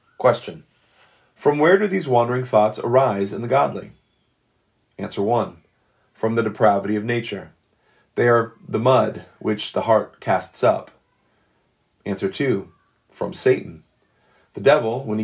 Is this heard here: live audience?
no